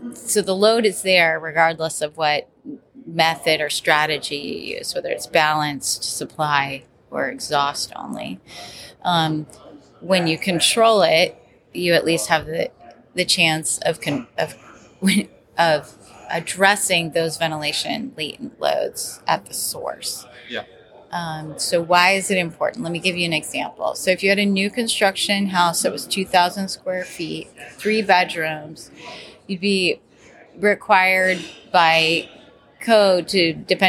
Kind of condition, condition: setting, busy venue